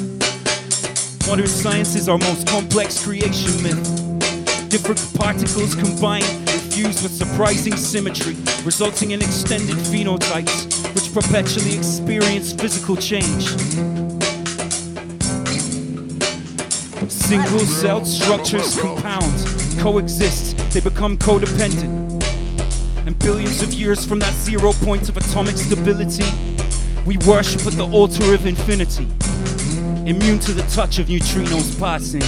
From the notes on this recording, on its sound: We broadcast a special extended 6 hour live event from London's Rye Wax.